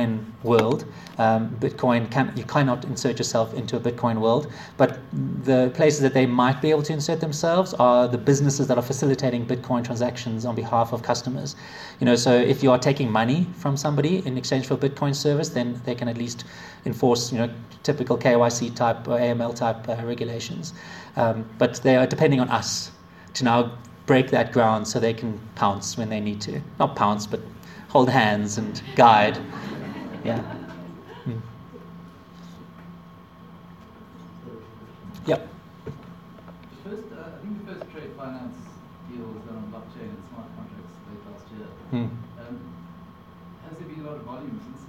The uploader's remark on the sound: A talk delivered to the Association of Corporate Treasurers of South Africa in Johannesburg, South Africa, February 2017